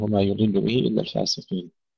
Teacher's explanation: يضل به وليس يدل به، كمان الضاد المكسورة ننتبه إلى تفخيمها جيدا في الموضعين